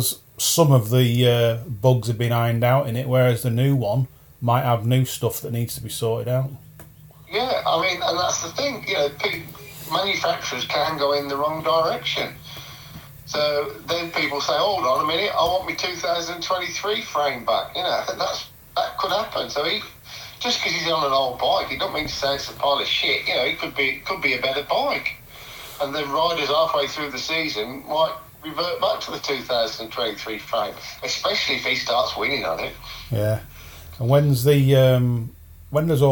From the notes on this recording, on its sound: audio was a bit rough on this one as we recorded our phone conversation